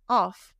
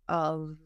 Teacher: That's the F with the air. OF sounds like a V, so it should vibrate. · Shown in: second take